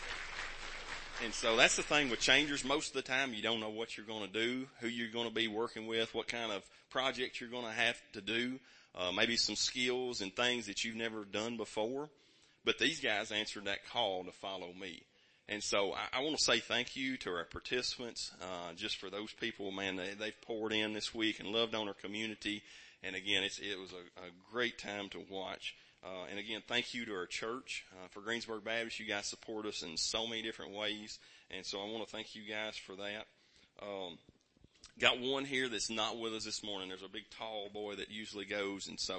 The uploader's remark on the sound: Kentucky Changers Team shares during the morning worship service.